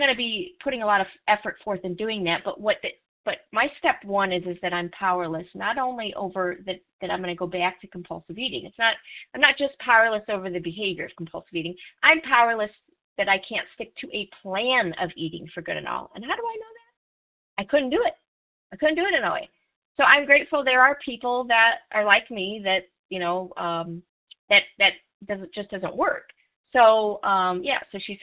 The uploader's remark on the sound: from the 100 Pounders Phone Meeting, 10/14/23.